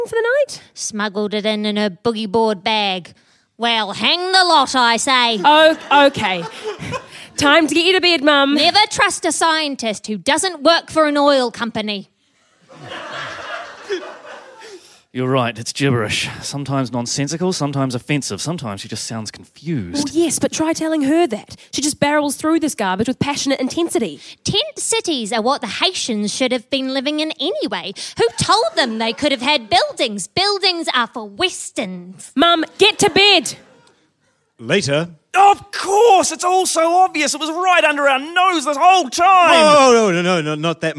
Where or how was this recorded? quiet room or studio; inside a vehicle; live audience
live audience